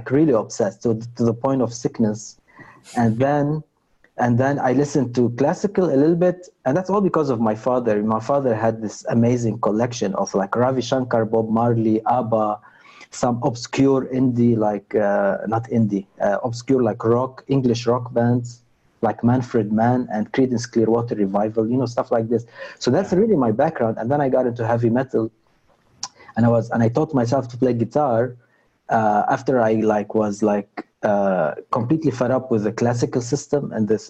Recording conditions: video call